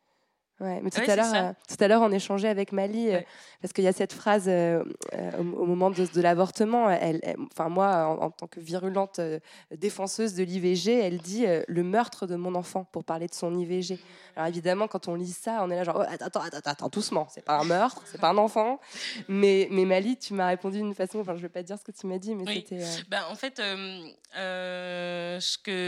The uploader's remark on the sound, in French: Épisode enregistré en public à la Villa Rose.